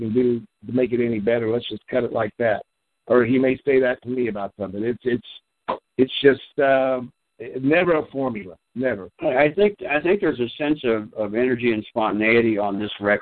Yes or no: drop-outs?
no